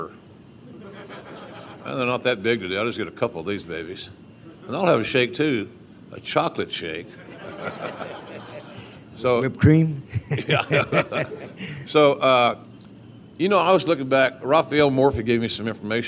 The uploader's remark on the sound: live from Starrcast in Chicago